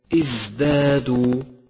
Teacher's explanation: لاحظ صفة الصفير لحرف الزاي في كلمة ازدادوا ازدادوا، واعلم أنها صفة تقوي هذا الحرف الضعيف، وحروف الصفير هي الصاد والزاي والسين.